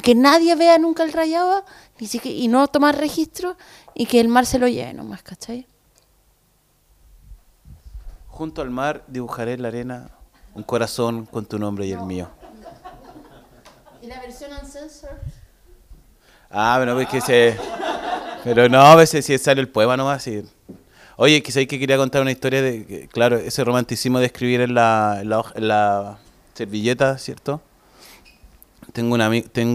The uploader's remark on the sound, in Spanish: Vuelven los conversatorios en vivo, con público y en la tremenda Cervecería Intrinsical Av. Brasil 88, Metro Los Héroes, Santiago .